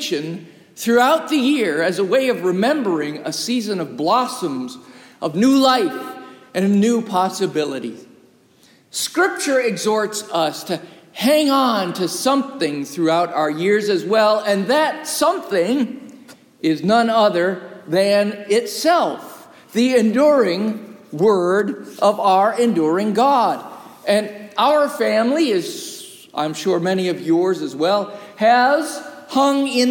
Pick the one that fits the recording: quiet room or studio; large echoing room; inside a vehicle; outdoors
large echoing room